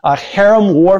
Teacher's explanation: harem warfare with a great guttural H right at the beginning